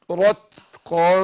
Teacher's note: فخم الراء عشان مفتوحة